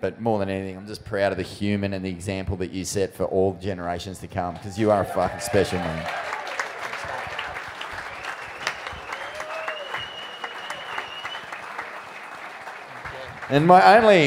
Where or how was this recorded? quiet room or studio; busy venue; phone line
busy venue